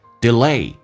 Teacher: 美式发音重音在后面